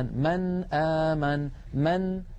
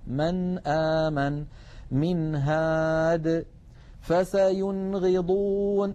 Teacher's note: فيقرع اللسان مخرج النون عند الهمزة ولا يتأثر بمجاورتها أبدا · Term: الإظهار